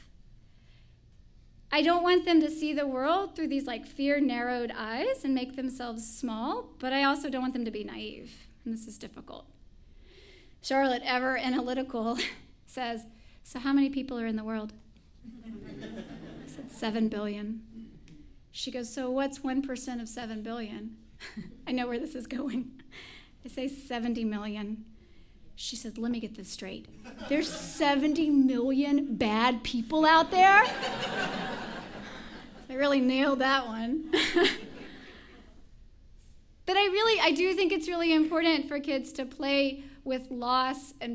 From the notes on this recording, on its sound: told live on the All Y'all stage in March 2016